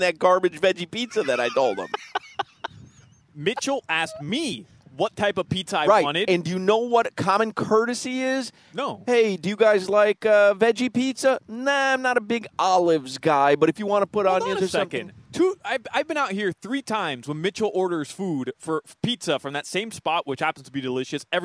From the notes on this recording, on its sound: While live at Hollywood Kia today